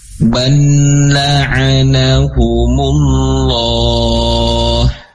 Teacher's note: karena lam memiliki sifat tawassut atau bainiyah, ya, maka ada sedikit aliran suara gitu, ya, dan namun terbatas